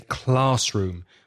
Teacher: we say classroom with the stress on the first word